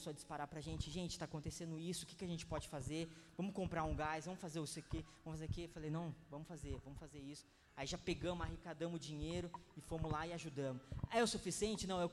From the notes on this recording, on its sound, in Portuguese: Palavra Ministrada no dia 22/02/2020 na Impacto Conference 2020.